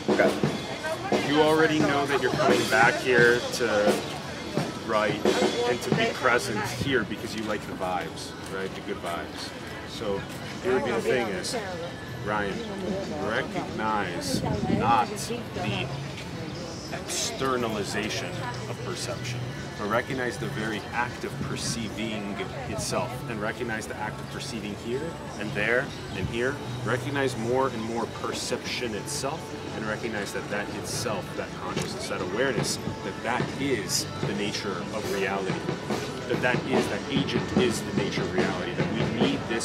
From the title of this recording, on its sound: Street Interviews - LA Boardwalk